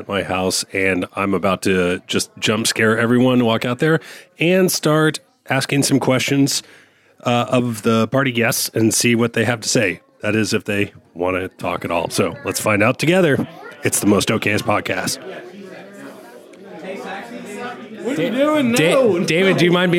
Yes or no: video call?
no